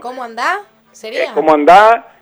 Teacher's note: Y es como que la S del final es como que la absorbemos.